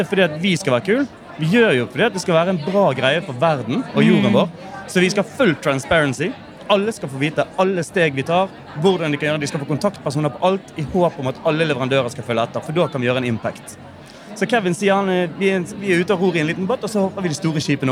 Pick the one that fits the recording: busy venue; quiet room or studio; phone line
busy venue